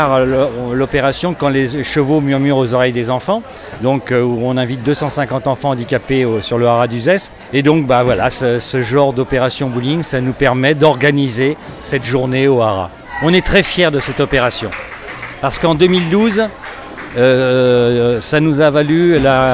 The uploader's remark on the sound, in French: Zoom Sur Uzès Open de Bowling 2018. Enregistrement pris lors de la finale le 29 Mars 2018.